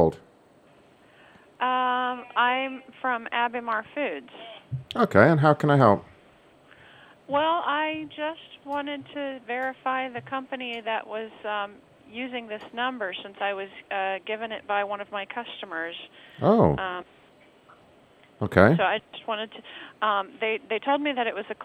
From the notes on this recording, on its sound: Another show of ringing, sorry about that guys